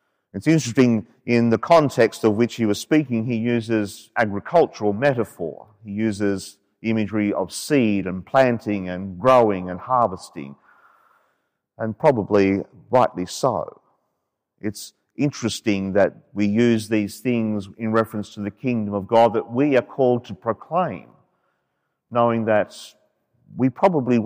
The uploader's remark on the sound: As preached during the 5.30pm Saturday evening Mass from Sacred Heart Cathedral, Hamilton.